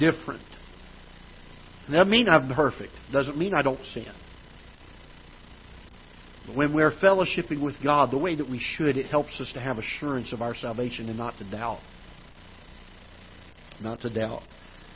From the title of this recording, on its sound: Ketha Heights Baptist Church ~ Live Broadcast